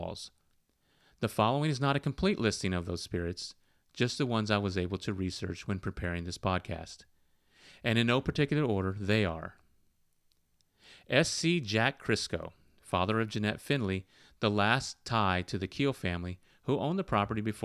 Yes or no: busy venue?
no